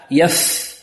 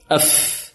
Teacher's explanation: والفاء تخرج من باطن الشفة السفلى مع أطراف الثنايا العليا